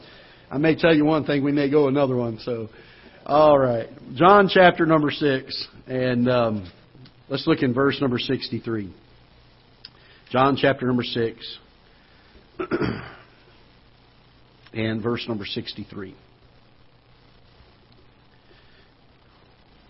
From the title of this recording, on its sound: Ketha Heights Baptist Church ~ Live Broadcast